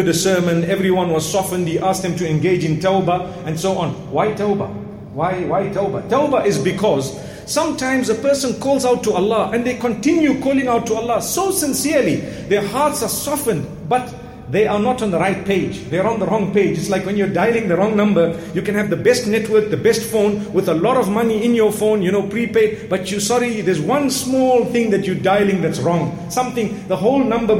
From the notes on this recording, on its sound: Jumuah Lecture from masjid Al Falaah Harare, Zimbabwe.